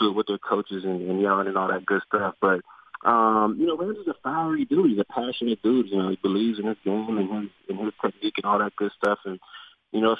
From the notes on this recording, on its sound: called